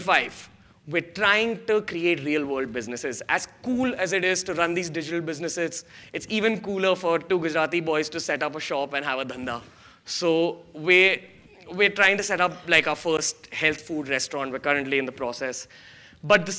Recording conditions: live audience